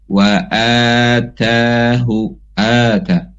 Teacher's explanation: hamzah dibaca panjang dua harokat dinamakan mad badal